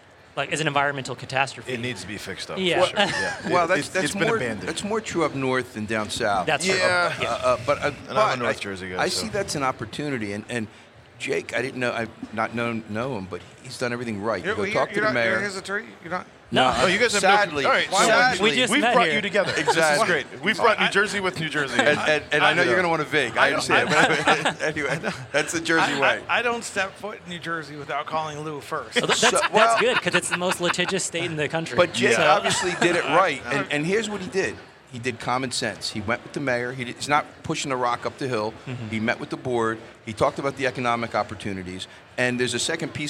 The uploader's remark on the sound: Recorded at MJBizCon 2023